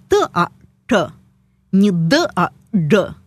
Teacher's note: так называемые церебральные согласные, чтобы их произнести, надо загнуть язык назад. И тогда получится не «т», а «т», не «д», а «д» и так далее.